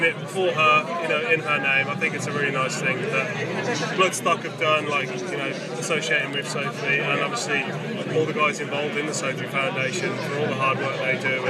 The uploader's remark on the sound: From our 'Live from Bloodstock 2023' series.